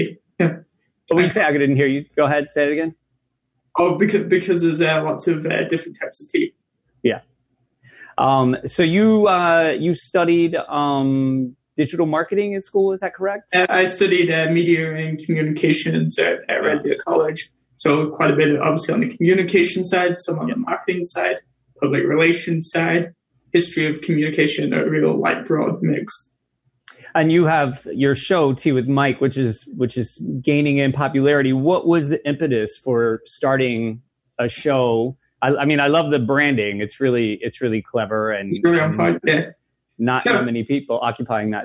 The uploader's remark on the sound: Taking advantage of the Zoom reach imposed on us by the shutdown. In a virtual round table style, I'll have a different guest for each segment of the show.